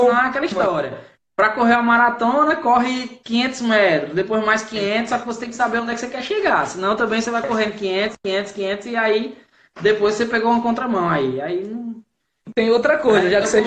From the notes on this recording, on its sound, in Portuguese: Áudio da Live realizada no dia 07 de agosto de 2019, artravés do Instagram